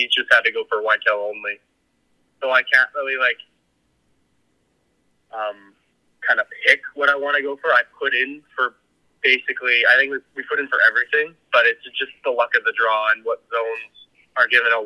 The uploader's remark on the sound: Is joined in the studio. The guys are joined by phone in guest.